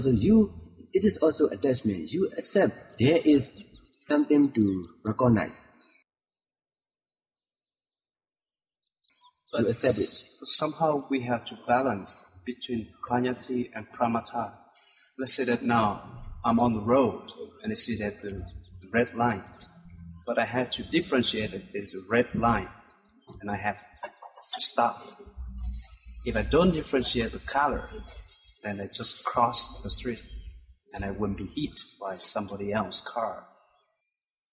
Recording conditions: poor sound quality